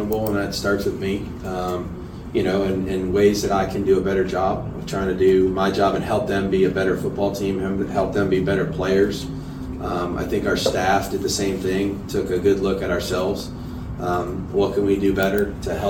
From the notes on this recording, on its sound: Full Press Conference. Take a listen to the entire press conference courtesy of Las Vegas Raiders Insider.